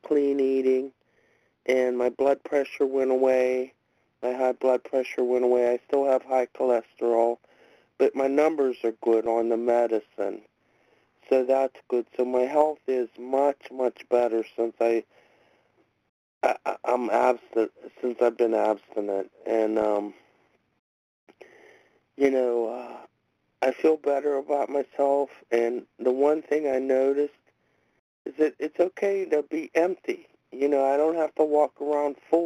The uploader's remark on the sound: from the 100 Pounders Phone Meeting, 1/5/23